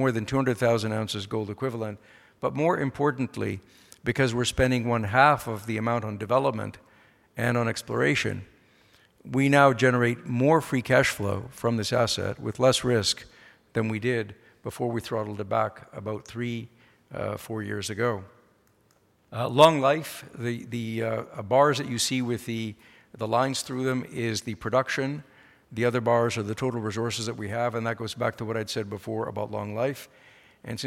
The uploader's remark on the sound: The discussion was recorded live at The Northern Miner‘s Canadian Mining Symposium held at Canada House in London, U.K., on May 22, 2019.